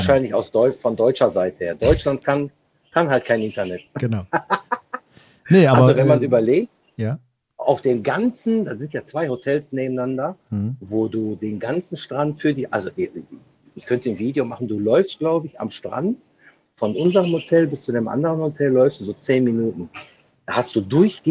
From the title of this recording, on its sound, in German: Live aus der Karibik